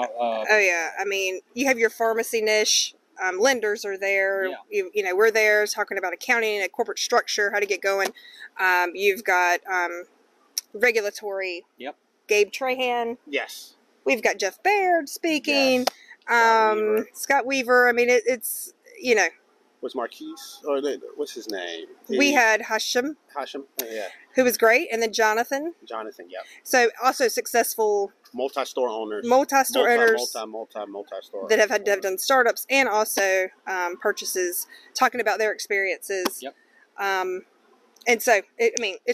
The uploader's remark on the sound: Live from NCPA 2023. We’re coming to you live from the NCPA conference for our first ever live podcast!